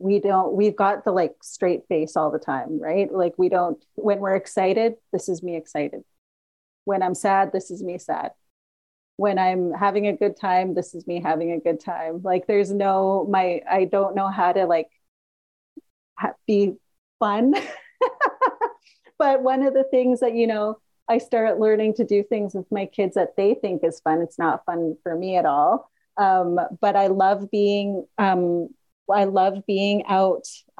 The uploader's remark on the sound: Recorded 1.17.2023 in Raleigh, NC and Kamloops, BC on Zoom